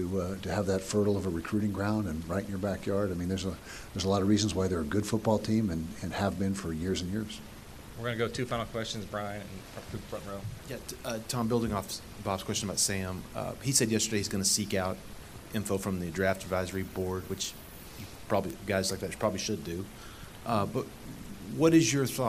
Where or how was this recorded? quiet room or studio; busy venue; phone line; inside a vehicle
busy venue